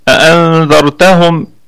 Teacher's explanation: والميم في الدرجة الرابعة من درجات الغنة لأنها ساكنة، ولا رمى ولا إشمام لأنها ميم جمع وأيضا ساكنة ليست.